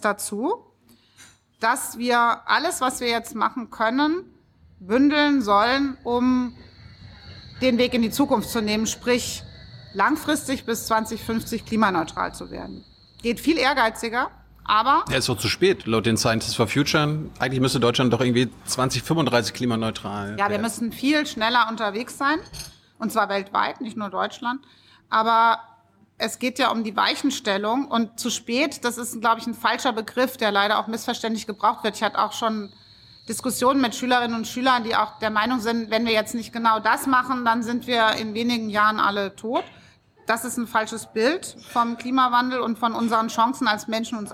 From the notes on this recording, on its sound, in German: August 2020 in der Berliner Buchhandlung Ocelot aufgezeichnet.